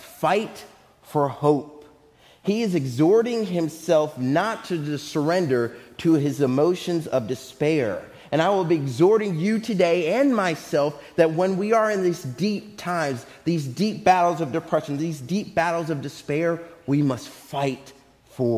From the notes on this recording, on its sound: Faith Baptist Church in Hamilton, NJ.